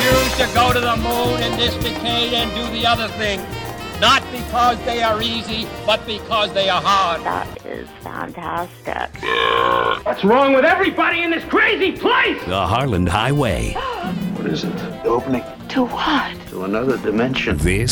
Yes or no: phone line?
yes